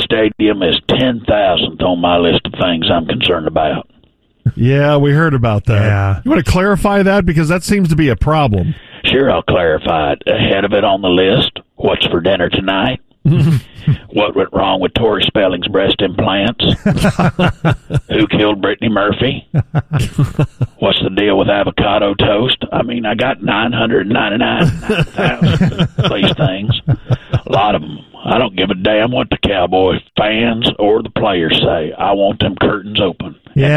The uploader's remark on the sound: calls in from the Bravo Eugenia on Lake Lewisville